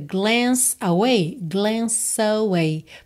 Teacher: Porque o E final não é pronunciado, o E final de glance. Então você já liga esse som do C no away